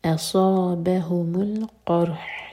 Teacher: اصابهم القرح قاف ہیوی را ساکن ہیوی اور پھر ہا کے بس کلیئر آئے ہا نہیں ہا قرح.